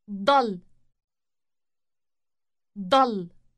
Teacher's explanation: It is different from the word for I stay in that the initial D sound is elongated.